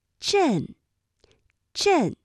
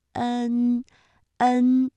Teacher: 唇位是有变化的，比如说像震震，它的元音呢就是从呃到 N 快速转换的一个状态